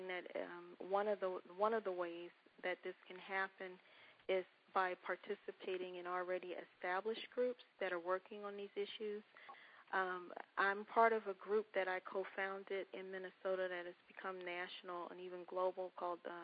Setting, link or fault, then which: link, phone line